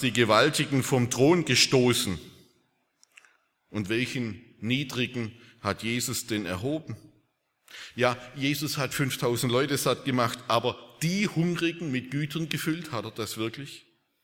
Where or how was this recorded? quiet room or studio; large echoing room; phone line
large echoing room